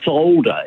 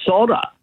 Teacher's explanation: Another one I've noticed a lot is we say solder, if we're going to solder something together, whereas the Americans say solder. There's no L. · Shown in: second take